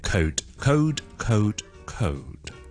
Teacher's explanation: 广东话就冇咧双元音后面再加多一个 consonant，再加多一个辅音